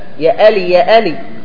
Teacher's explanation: أصحاب زبيد مثلا ينطقون العين همزة